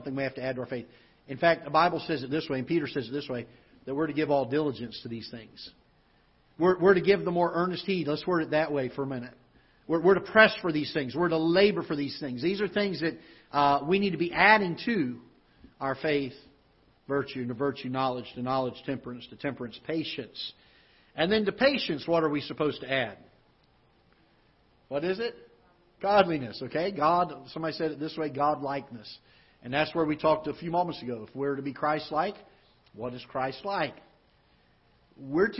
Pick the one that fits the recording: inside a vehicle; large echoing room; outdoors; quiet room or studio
large echoing room